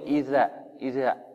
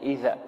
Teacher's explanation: الذال تخرج من طرف اللسان مع أطراف الثنايا العليا · Shown in: second take · إذا فلا بد من توضيح الذال. · Term: ذال معجمة